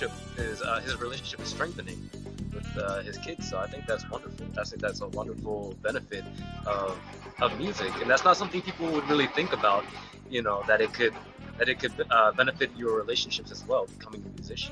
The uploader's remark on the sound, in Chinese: Disclaimer about sound/background noise 为什么会有背景噪音，东京的火车声。Why it’s important to be outside (Violet light) 我们为什么要在户外采访。Highlight from audience Q&A 播客录制现场观众提问高光时刻。